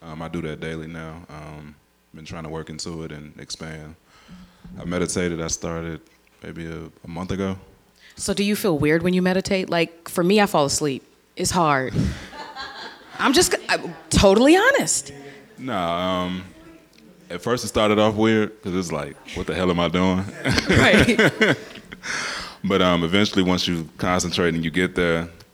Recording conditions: live audience